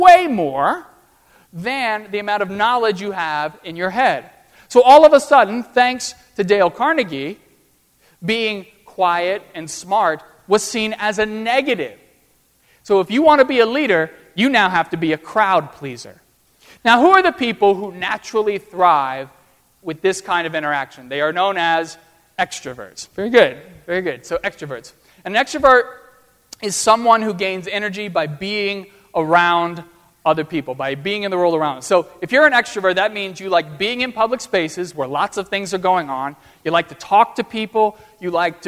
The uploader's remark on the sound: at First Presbyterian Church of Arlington Heights, Illinois